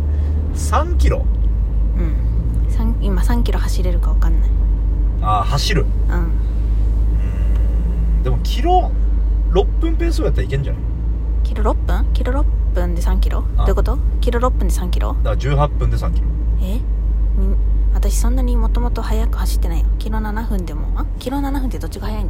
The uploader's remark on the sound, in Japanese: ドライブ中に録りました